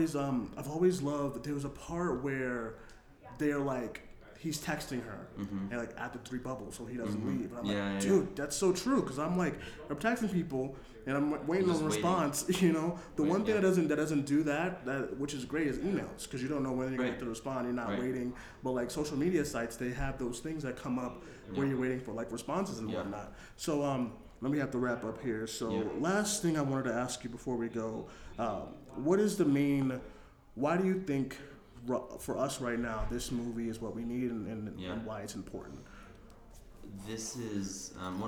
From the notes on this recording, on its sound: Cinemania Live Interview. From the Sundance Film Festival.